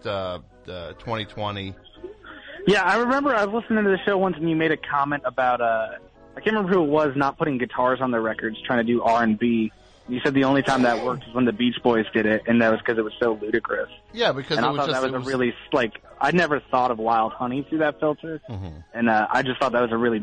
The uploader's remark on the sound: The bi-weekly overtime show for The Best Show. Completely unscreened phone calls moving at a rapid fire pace!